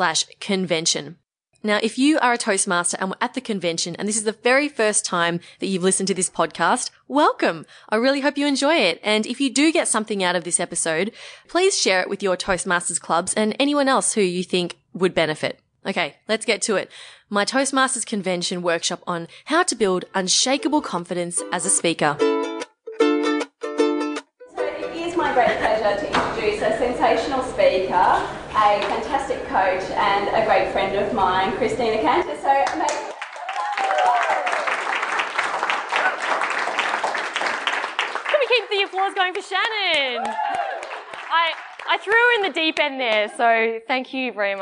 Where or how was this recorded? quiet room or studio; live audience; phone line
live audience